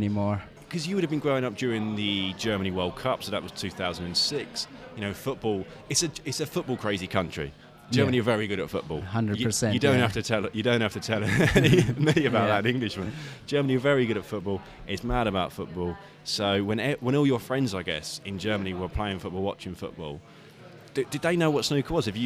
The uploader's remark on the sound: Recorded at the Snooker Shoot Out in Watford.